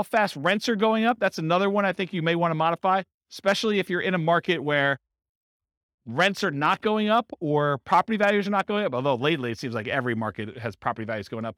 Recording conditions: live audience